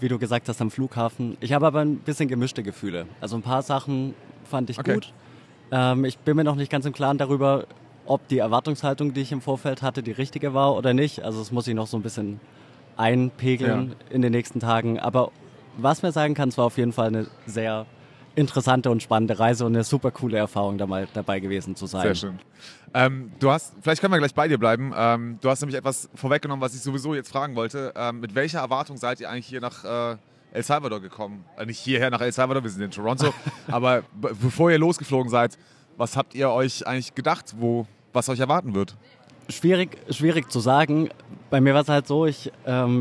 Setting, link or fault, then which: setting, busy venue